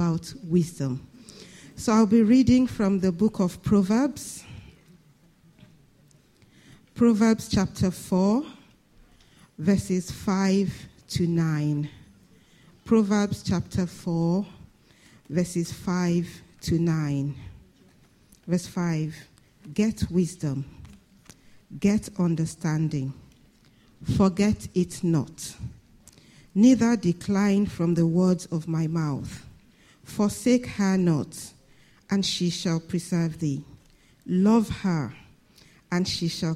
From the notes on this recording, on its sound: This Sunday Service message preached